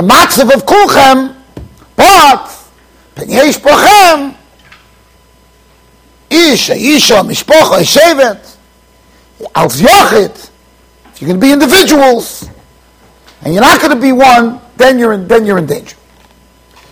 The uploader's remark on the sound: Shiur recorded in Yeshivas Ohr Reuven, Monsey NY.